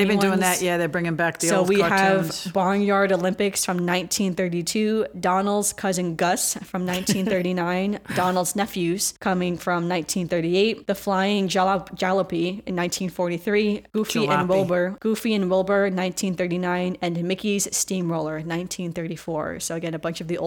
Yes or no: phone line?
no